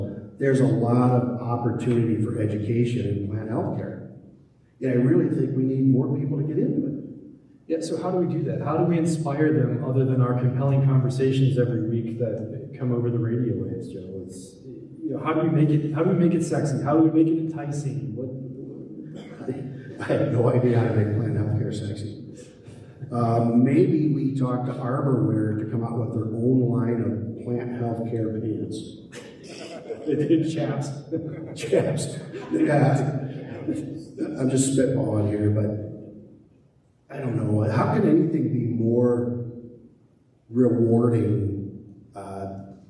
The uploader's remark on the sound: Live from TCI EXPO 2023! On the main stage in St.